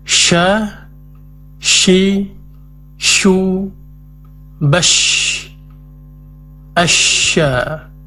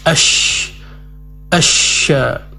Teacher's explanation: Jadi untuk shin ini diperjelas sifat tafashi, yaitu menyebarnya udara di dalam mulut.